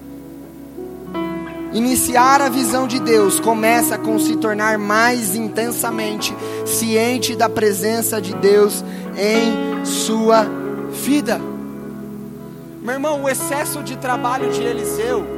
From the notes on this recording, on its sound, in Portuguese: Palavra gravada no Conferência Apostólica da OBPC Pinheirinho